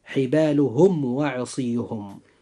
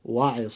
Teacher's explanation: بالنسبة للكلمة الأولى وهي حبالهم، جاء حرف الواو بعد الميم الساكن، فعند هذا الحرف أخي المسلم يجب إظهار الميم الساكن إظهارا شفويا، ويكون الإظهار هنا إظهارا قويا بخلاف باقي حروف الهجاء · Term: الإظهار الشفوي